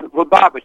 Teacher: Well, actually, that's pronounced Lubavitch. The accent is on the second syllable, Lubavitch.